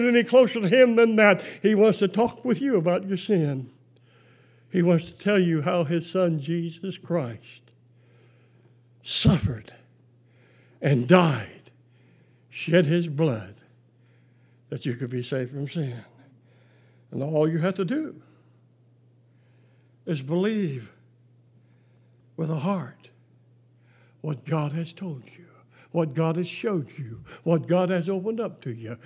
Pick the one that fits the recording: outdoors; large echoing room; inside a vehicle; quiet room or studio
large echoing room